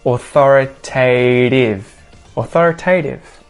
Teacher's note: Notice too that very last T is a T flap.